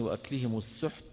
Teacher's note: السحت عند الوقف عليها يلتقي حاء ساكنة وتاء ساكنة